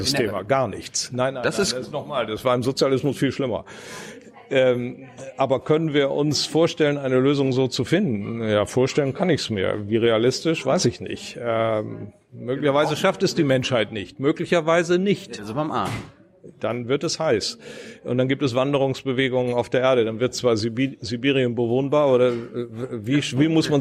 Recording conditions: busy venue